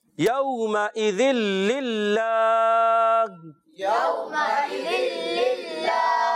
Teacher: واؤلین ہے، نرمی سے ادا کریں گے اور اس کے بعد حمزہ خوب واضح کرنا ہے